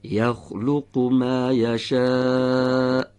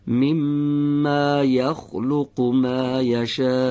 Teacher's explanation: هم مدش باید بدیم هم همزه آخرش